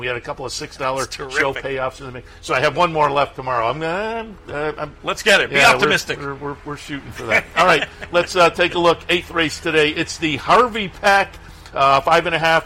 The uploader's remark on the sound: live from Saratoga Race Course